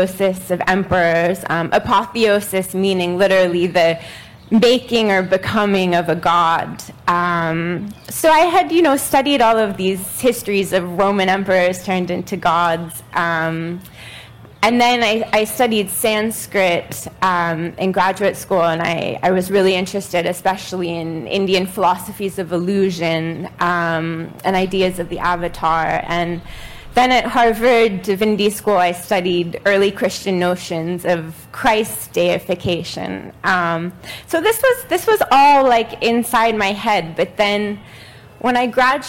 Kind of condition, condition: setting, live audience